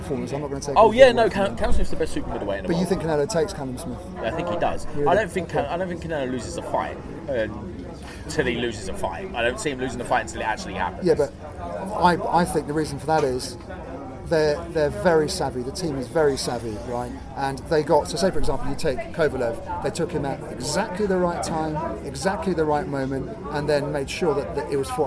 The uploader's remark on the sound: Live from Peacock's Gym. We went down to Peacock's Gym immediately after Inoue v Donaire.